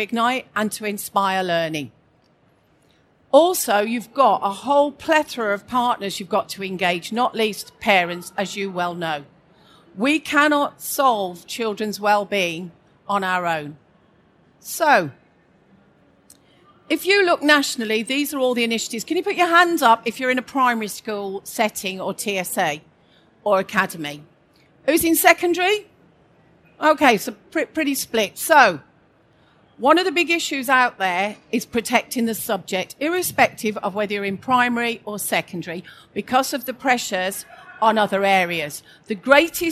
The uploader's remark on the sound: This session was recorded live on 13th November 2019 in the School Improvement Summit of the Schools & Academies Show at the NEC in Birmingham.